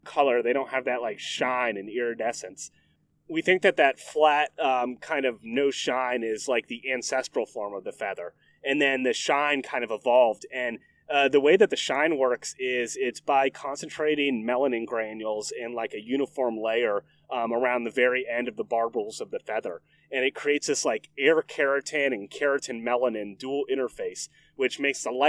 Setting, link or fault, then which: fault, wind noise